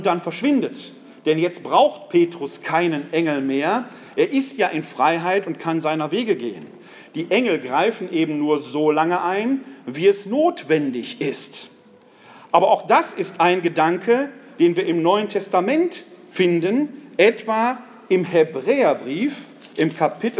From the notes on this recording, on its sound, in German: Mitschnitt des Vortrags